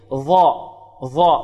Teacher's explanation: والظاء كما تعلمون تخرج من طرف اللسان مع أطراف الثنى العليا